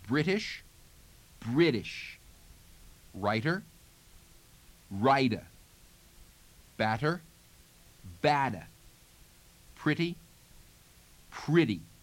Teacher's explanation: the sound D for medial T is going to be hit very heavily in New York · almost all over America, we substitute this D for the medial T